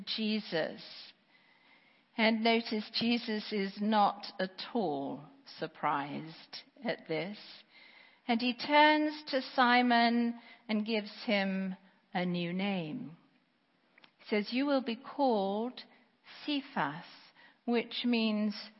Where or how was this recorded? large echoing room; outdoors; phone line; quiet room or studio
large echoing room